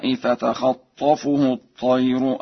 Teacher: قرأها ورش بفتح الخاء وتشديد الطاء